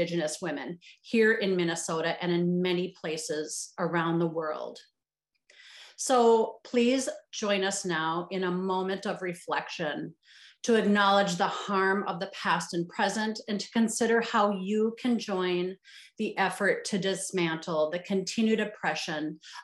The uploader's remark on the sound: Recorded live via Zoom